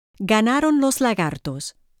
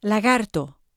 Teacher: La primera, ganaron, es oclusiva. La segunda, lagartos, es fricativa.